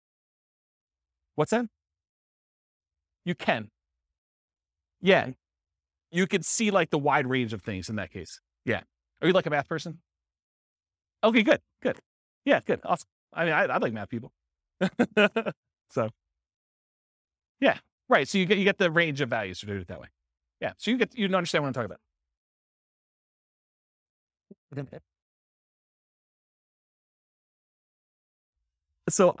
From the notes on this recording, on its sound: This was a live class recorded